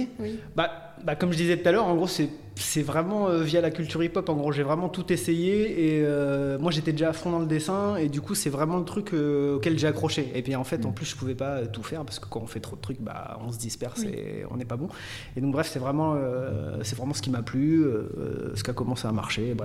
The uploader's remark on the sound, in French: Depuis le festival RUR! À Nogent.